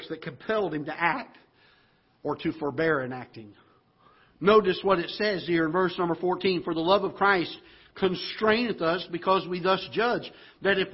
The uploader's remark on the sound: Ketha Heights Baptist Church ~ Live Broadcast